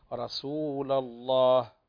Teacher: اللام عليها فتحة فنقول رسول الله ولما نفتحها ينبني عليه إيش تفخيم اللام في لفظ الجلالة